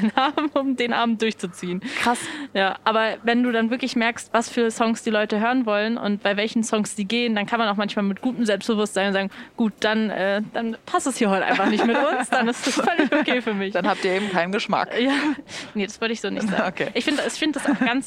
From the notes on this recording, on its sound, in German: Eigentlich sollte es von Berlin nach Leipzig gehen, aber aufgrund von Hitze und dringenden Terminen wurde die heutige Folge ausnahmsweise nicht in der Bahn, sondern in der DB Lounge am Berliner Hauptbahnhof aufgenommen. Nicht wundern also, wenn statt Zugrattern zischende Kaffeemaschinen im Hintergrund zu hören sind.